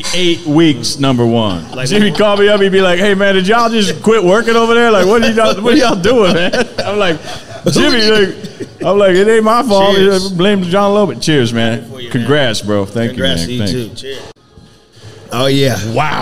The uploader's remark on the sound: Recorded at Party Fowl in Nashville, TN. Recorded at Party Fowl in Nashville, TN.